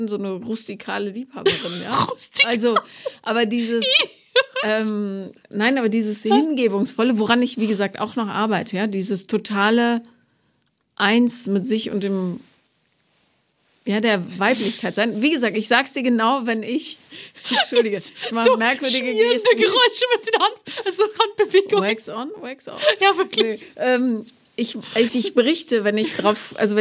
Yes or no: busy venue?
no